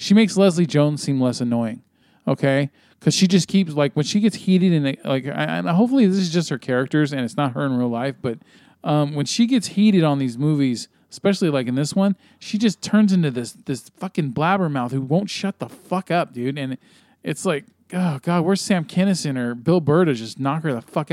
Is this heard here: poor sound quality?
no